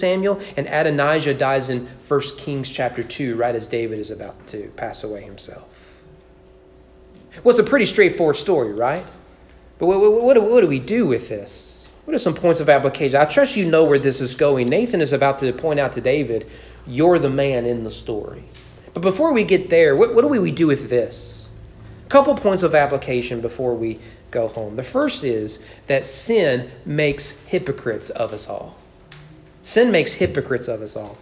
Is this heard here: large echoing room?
yes